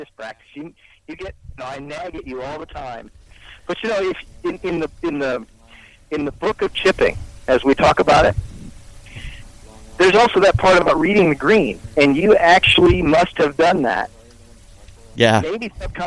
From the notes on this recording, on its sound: Live from The Polo Fields.